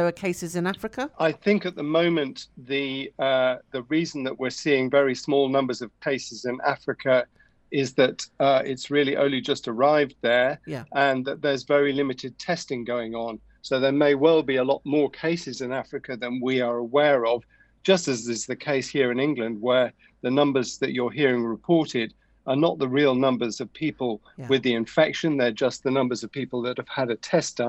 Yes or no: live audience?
no